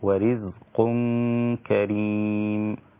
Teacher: الراء في كلمة ورزق، الراء مكسورة رقيقة، ورزق كريم، كذلك الغنة مع الإخفاء رقيقة.